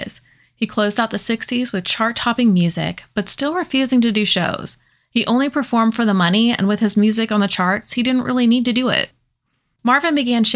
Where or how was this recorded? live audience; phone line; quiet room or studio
quiet room or studio